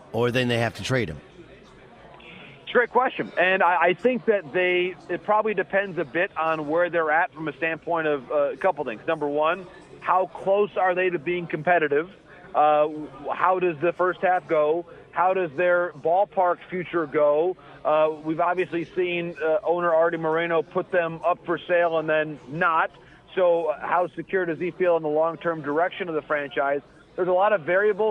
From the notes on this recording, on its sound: The Final Four in Houston. Broadcasts from radio row at the college hoops event.